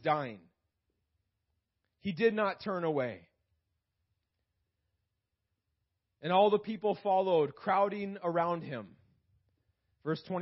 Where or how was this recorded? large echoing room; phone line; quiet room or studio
large echoing room